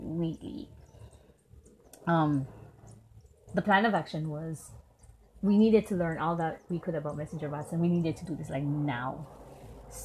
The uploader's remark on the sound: Don't mind the many nature sounds.